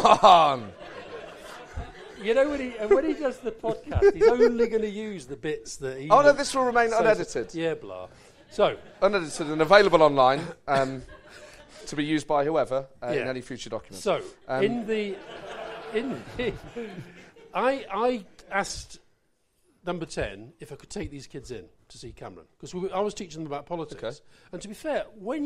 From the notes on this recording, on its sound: A very special show recorded live at the St James Theatre.